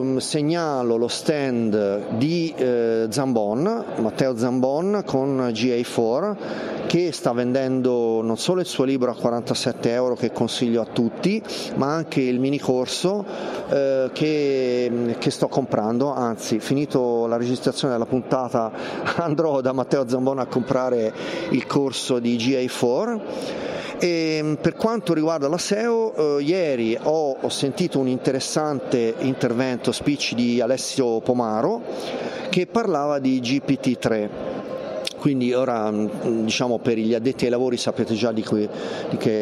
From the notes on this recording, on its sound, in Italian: In diretta dal Web Marketing Festival di Rimini. La seconda giornata del #WMF22 di Rimini.